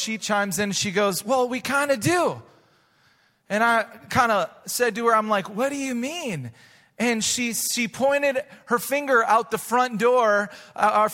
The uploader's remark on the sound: Recorded live at Hope Church in Springfield, Mo.